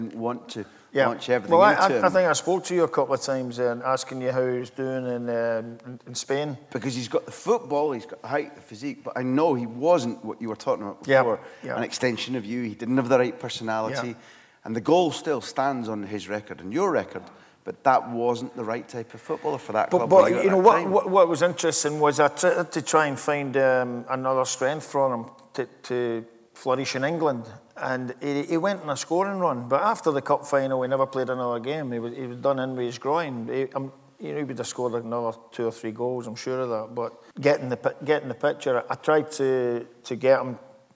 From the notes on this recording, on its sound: live during the Aye Write book festival in Glasgow